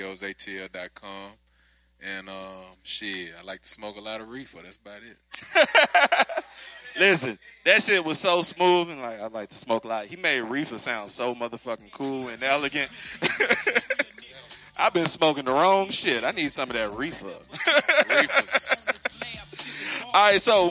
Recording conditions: busy venue